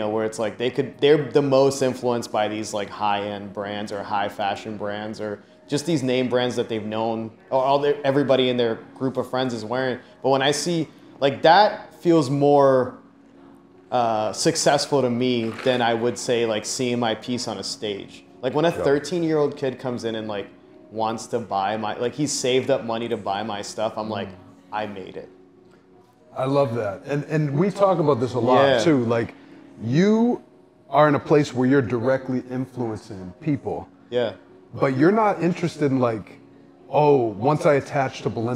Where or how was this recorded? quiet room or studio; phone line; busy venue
busy venue